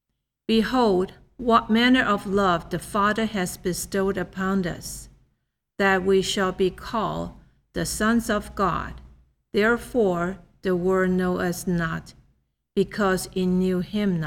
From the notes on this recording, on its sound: The Sunday service audio from October 24th, 2021